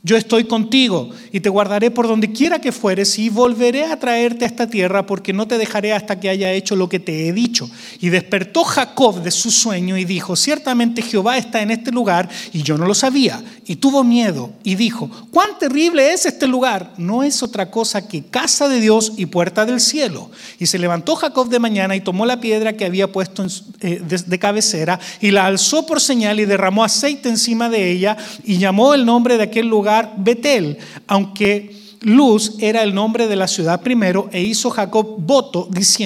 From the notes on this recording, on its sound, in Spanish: Grabado EN VIVO en Visión Mundial Para la Familia, Arlington, Texas, USA.